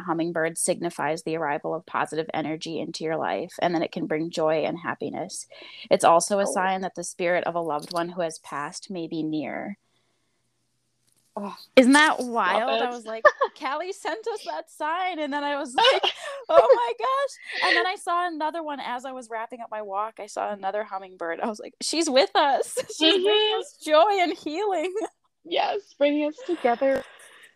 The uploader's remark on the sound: The audio in this conversation is unfortunately pretty choppy. If you made it through the choppy audio, I applaud you.